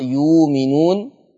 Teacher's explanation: كلمة يؤمنون هتبدل الهمزة الساكنة بواو مادية فتقرأ يؤمنون.